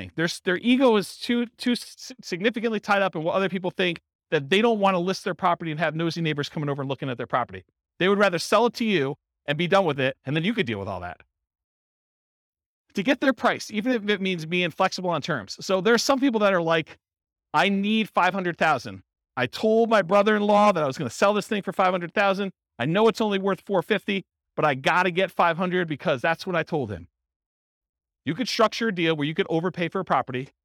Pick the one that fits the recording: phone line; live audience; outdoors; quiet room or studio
live audience